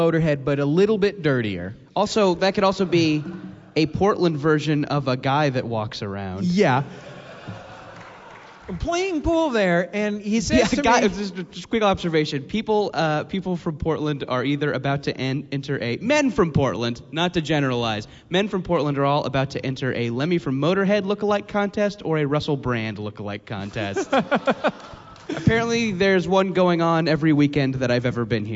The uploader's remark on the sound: are live in Portland